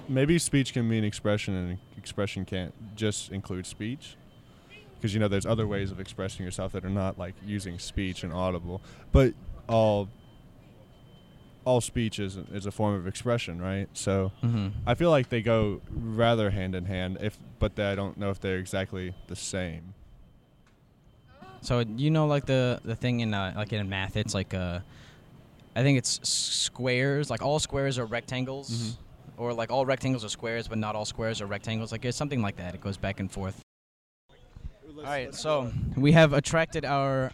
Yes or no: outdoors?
yes